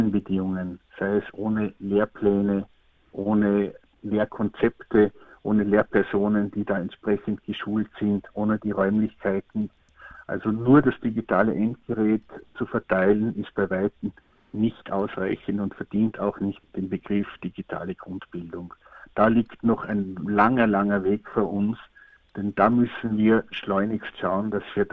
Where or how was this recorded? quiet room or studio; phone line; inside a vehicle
phone line